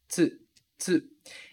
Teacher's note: É extremamente importante que você não coloque um i a mais ali entre o T e o S.